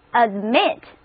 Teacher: ADMIT 重音放在第二个音节上，元音字母 A 发 A 的音，read after me 就是 admit，意思是朝着什么方向运送什么东西，使什么进入，所以 admit 就是准许进入、承认的意思。例如一所严格挑选学生的学校一年只招收60名学生，就是 this school admits only 60